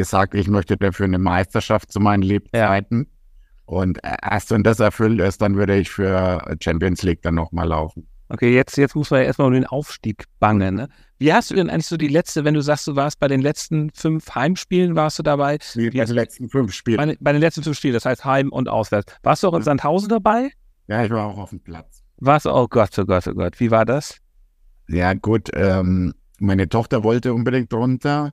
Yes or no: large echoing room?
no